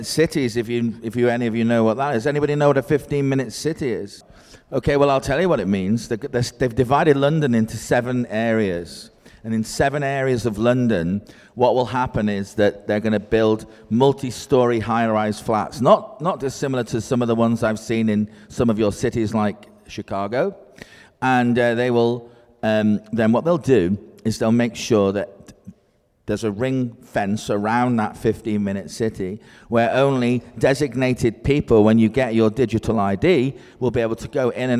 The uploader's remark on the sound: The final live broadcast from Across the Pond Tour in Brush, CO.